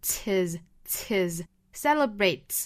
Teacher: celebrate 和后面的 his 又是做连读了相当于 h 音又被击穿了 · Term: h 音的击穿